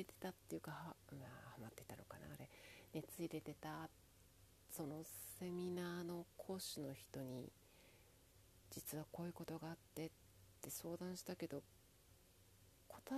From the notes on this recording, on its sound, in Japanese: 何回取っても変わんなかったので、ままよっ！と今日の最後収録。声、もちょっと出さなきゃなぁ……反省。